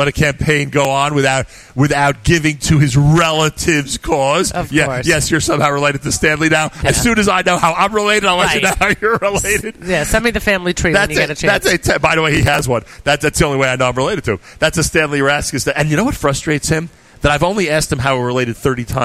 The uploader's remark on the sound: Live from Gotta Getta Bagel in Woodmere